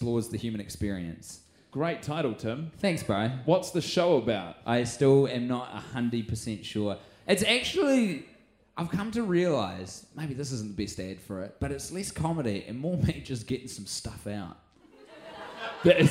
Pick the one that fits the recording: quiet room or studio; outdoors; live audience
live audience